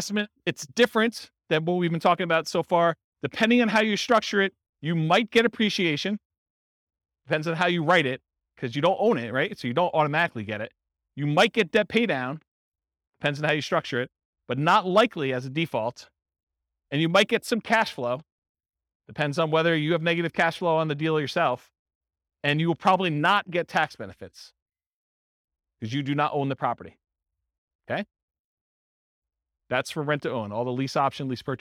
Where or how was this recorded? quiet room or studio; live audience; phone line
live audience